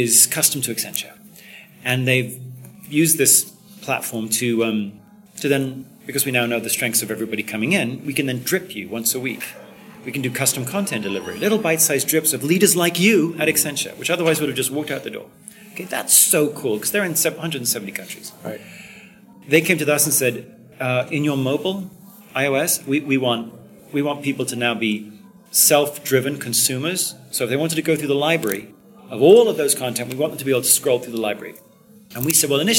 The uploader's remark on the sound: at the 2015 SHRM annual conference